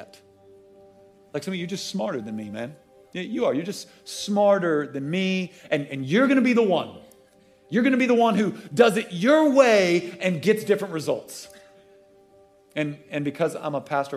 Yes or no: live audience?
yes